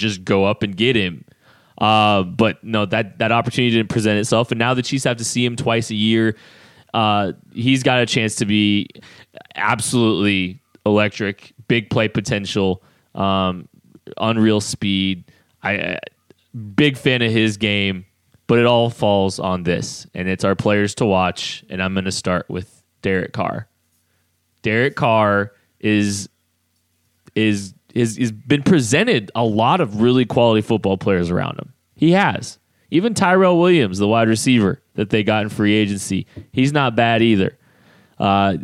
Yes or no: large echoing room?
no